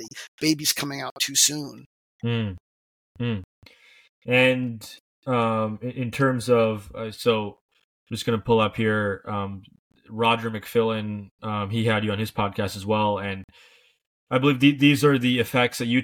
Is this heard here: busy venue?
no